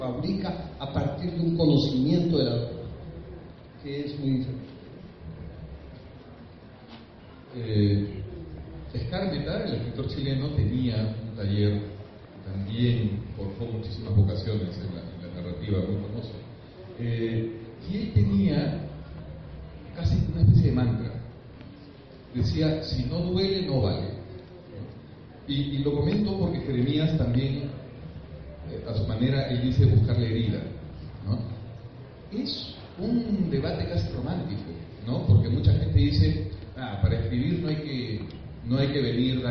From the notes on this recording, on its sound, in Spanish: El conversatorio se desarrolló el 11 de noviembre del 2018 en la Casona Tristán del Pozo - Fundación BBVA Continental durante el Hay Festival Arequipa.